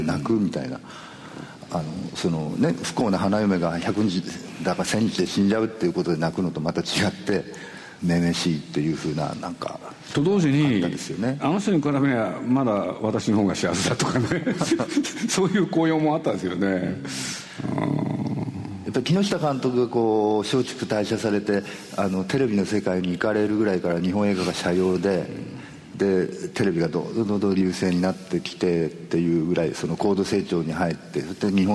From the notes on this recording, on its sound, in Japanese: 8月24日に小豆島で「喋楽苦（しゃべらく）」と題して行われたトークイベントの模様をお送りします。